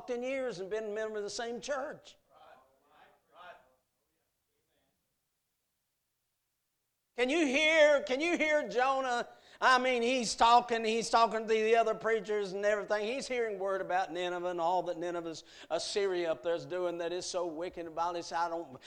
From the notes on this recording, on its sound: A message preached at Crossroads Baptist Church Youth Meeting on Friday night